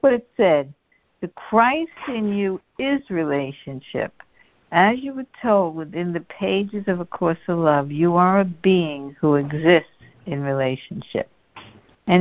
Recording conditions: phone line